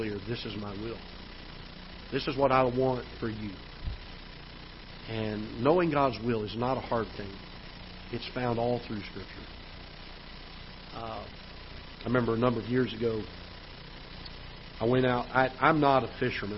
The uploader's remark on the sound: Ketha Heights Baptist Church ~ Live Broadcast